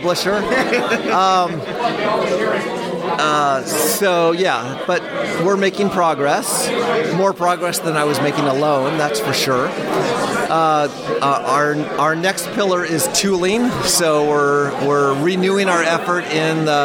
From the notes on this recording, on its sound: live from C++ On Sea 2023